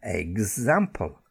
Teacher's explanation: So when the letter X is followed by what we call a stressed vowel sound, then the pronunciation, and it's pronounced like a GZ, gzz, like eggs